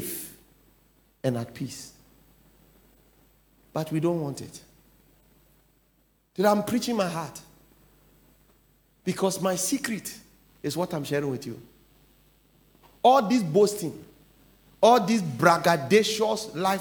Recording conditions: large echoing room